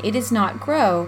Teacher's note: In fact, the syllable not, unstressed within its pair, has about the same or even more stress than the syllable is, which is stressed within its pair. Thus, the first four syllables in the line, it is not grow, actually ascend in the degree of accent